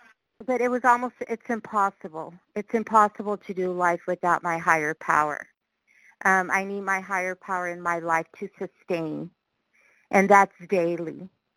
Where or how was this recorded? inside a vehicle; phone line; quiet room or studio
phone line